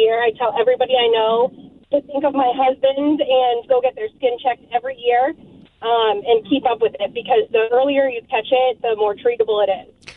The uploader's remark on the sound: called in and shared her story